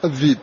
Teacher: فإنه يبدل الهمزة حرف مد من جنس حركة ما قبله وقبله كسرة، فيبدلها ياء